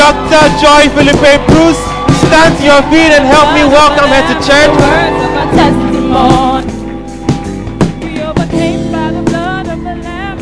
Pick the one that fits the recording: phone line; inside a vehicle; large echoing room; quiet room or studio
large echoing room